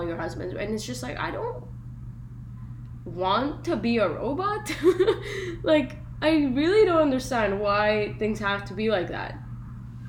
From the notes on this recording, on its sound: sorry for the poor quality :( recording